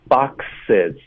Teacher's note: boxes 的这个 z 音呢，我们就也轻化了。所以这个 z 这种复数的 z 音一般都会轻化。就这个 z 就发，也是挤一下这个气流，不是从肚子送的 boxes。boxes 就是复数，在结尾时候的这个浊音也会给它轻化了。